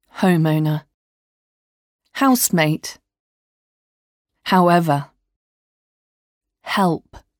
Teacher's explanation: On prononce le plus souvent H en expirant de l'air.